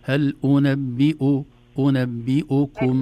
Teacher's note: ضم الهمزة في ضم الشفتين في الهمزة الثانية